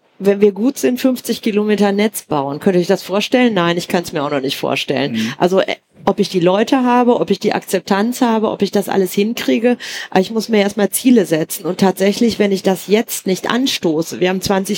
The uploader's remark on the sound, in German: Irgendwas mit Energie live von der E-World in Essen. Der energate-Podcast ist in dieser Woche neue Wege gegangen, nach Essen, zur ersten Live-Aufzeichnung von "Irgendwas mit Energie".